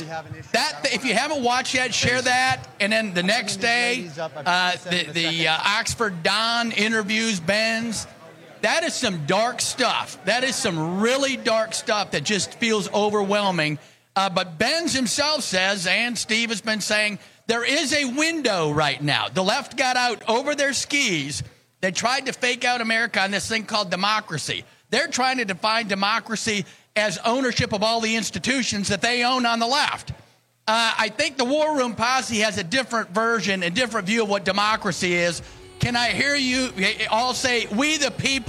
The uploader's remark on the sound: Live From CPAC 2024